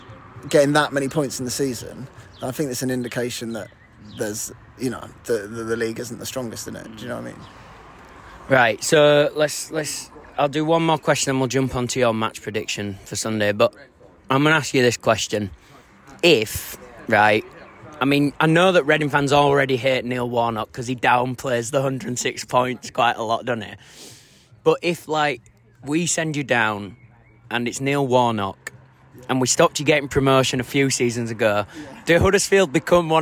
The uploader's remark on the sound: Coming to you live from The King’s Head